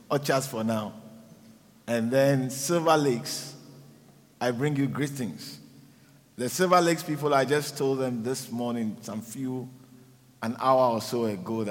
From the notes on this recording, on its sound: preached at the Living Waters Cathedral